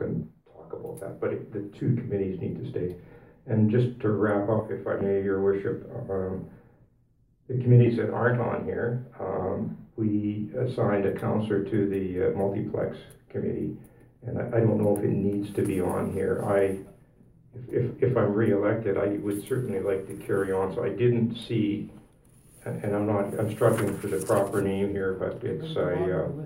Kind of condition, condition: setting, large echoing room